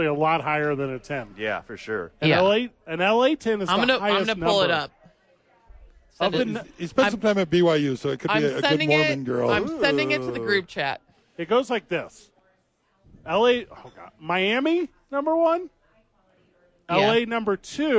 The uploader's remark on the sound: live at Howies!